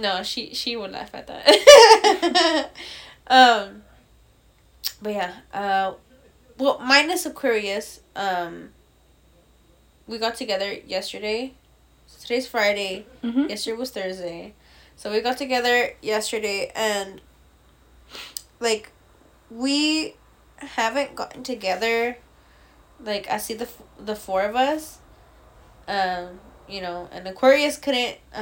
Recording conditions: sounds in the background